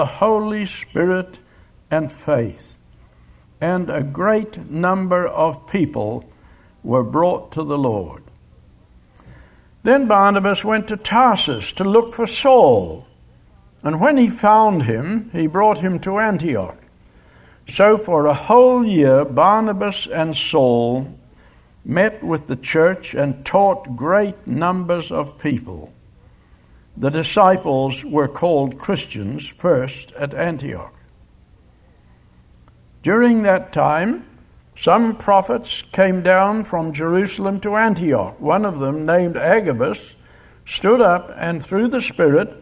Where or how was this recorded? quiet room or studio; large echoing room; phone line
large echoing room